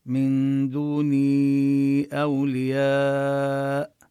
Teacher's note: من دوني أولياء، الواو بأولياء هي حرف لين سكنت وسبقها فتحة، والألف لأنه جاء بعدها همزة من كلمة واحدة فحكم الألف أنها تمد كما نمد المد المتصل الواجب الذي لم يختلف القراء في أنه يزاد في مده على الحركتين، ونمدها كما يعني كما سبق وجرينا على مدها أربع حركات.